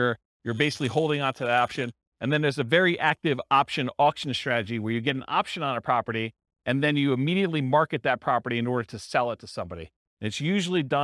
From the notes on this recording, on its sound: This was a live class recorded